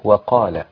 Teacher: هي وقال، واو مفتوحة رقيقة جدا وقال. لو قلت وقال بعد كده أزود في الفتحة لازم يبقى عندك هذا الميزان.